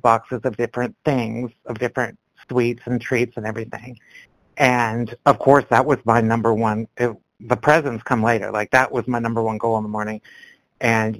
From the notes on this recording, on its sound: from the 100 Pounders Phone Meeting, 12/25/22